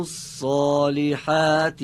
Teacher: یکی حرف ها در صالحات که باید گرفتگی اونو داشته باشه